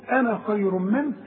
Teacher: تخلي على النون فتحة فقط بدون مد، وكل أنا ما تلاقيها في القرآن نفس الحكم.